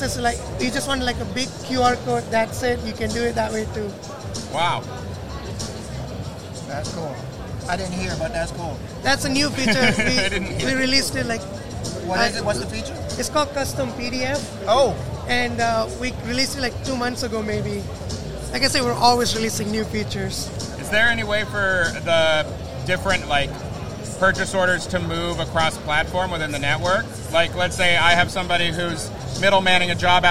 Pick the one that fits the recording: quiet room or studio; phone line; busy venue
busy venue